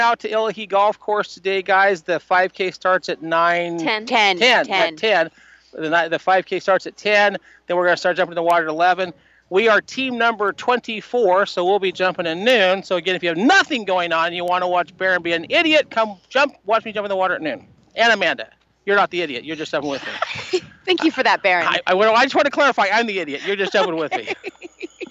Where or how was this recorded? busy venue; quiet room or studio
busy venue